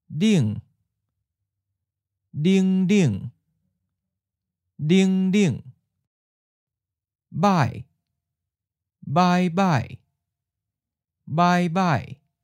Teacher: Second tone changes to first tone. Falling to not falling.